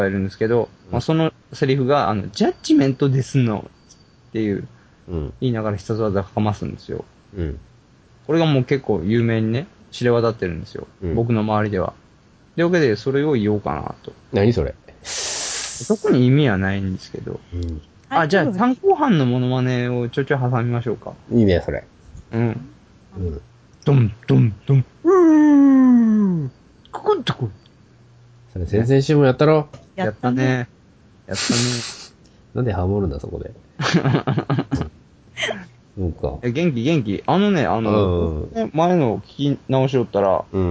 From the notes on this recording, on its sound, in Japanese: 今週からまたいつものスカイプ収録です。